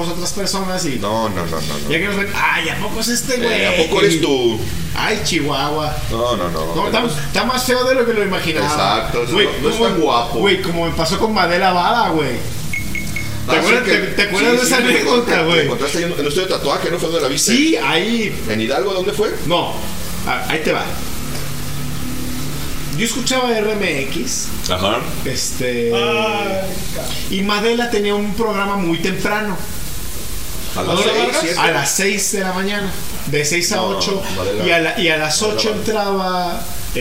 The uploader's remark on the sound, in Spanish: Episodio grabado en el Drinking Tippy desde Huentitan el bajo, Guadalajara Jalisco